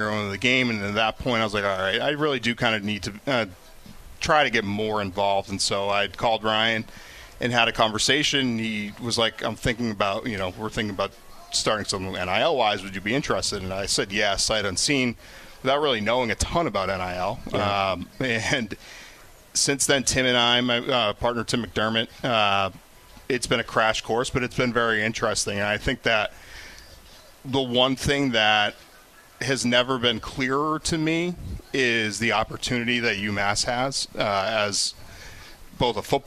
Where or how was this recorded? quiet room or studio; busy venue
busy venue